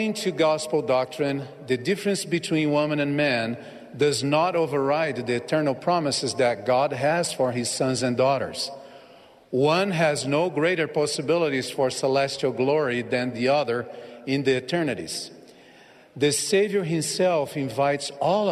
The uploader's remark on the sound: The Saturday Afternoon Session of the 192nd Semiannual Church of Jesus Christ of Latter-day Saints General Conference.